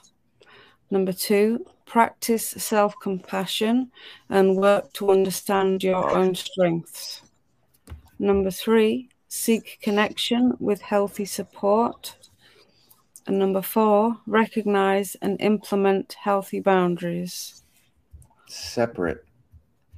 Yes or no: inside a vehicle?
no